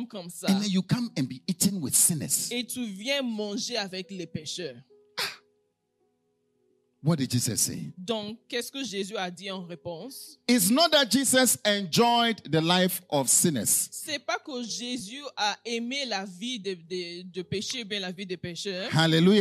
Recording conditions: large echoing room